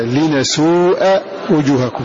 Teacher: أن الكسائي يقرأ بالنون وفتح الهمزة لنسوء وجوهكم، هذه قراءة كسائي قرأ بالنون وفتح الهمزة لنسوء وجوهكم.